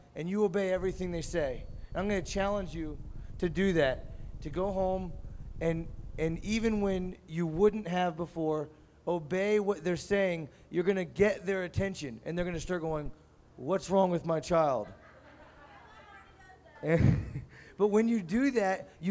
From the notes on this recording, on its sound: Recorded at Rhema Camp 07.